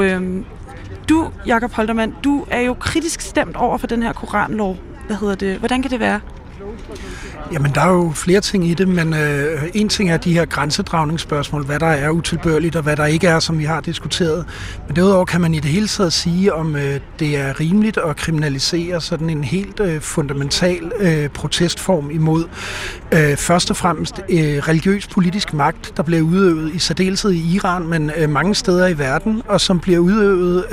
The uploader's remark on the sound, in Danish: En performance på Christiansborg Slotsplads. Vi sender live fra slotspladsen med en lektor i retsfilosofi.